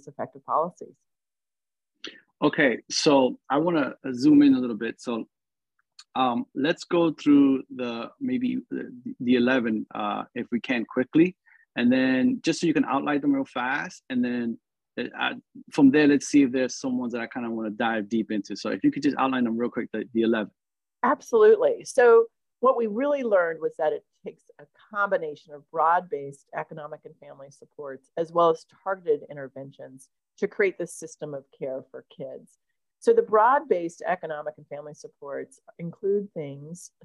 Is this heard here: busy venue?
no